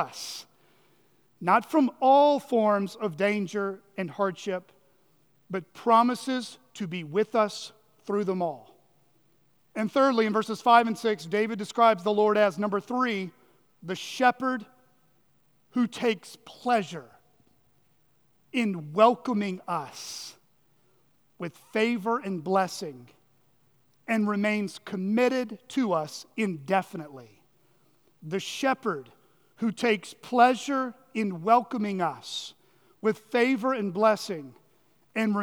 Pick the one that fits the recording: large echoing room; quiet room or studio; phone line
large echoing room